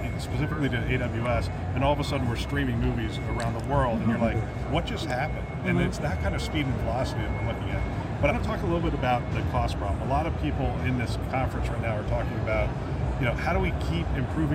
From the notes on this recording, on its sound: an Interview in Action live from ViVe 2023